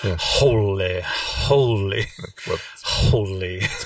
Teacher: Whenever he says holy, you have that really breathy H in the beginning.